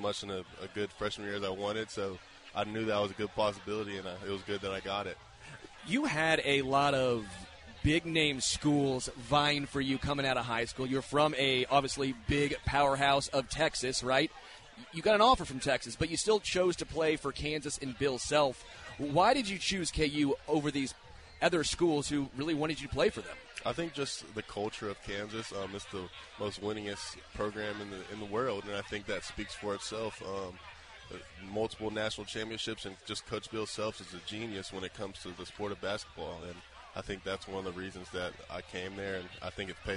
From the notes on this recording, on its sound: LIVE from Chicken N Pickle